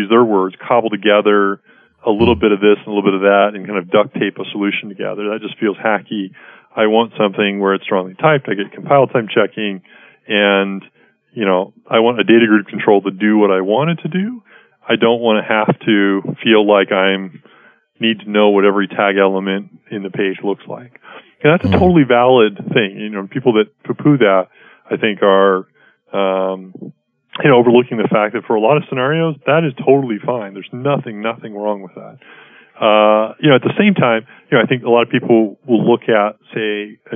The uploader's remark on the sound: phone track